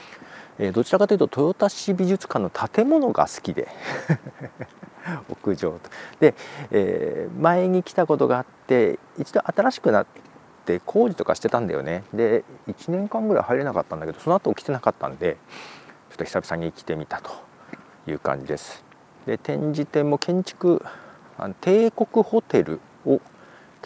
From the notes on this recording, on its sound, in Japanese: 豊田市美術館へ行きました。新しく購入したラベリアマイク（ Comica BoomX-D2 ）のテストも兼ねて、美術館前で写真を撮りながら収録しています。